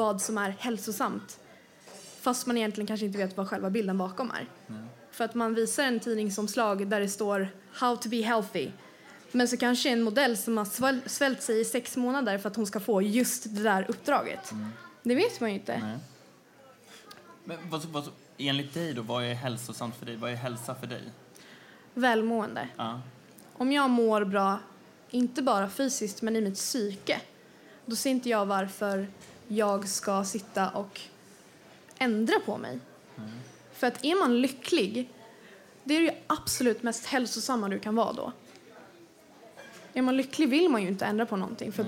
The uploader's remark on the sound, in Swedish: En reunion på Haymarket Hotel. Ägde en livepodd rum tillsammans med Hemma hos Gretas.